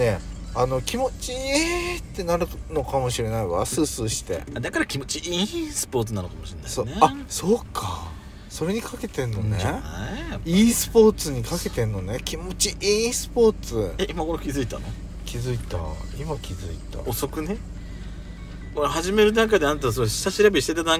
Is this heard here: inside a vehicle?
yes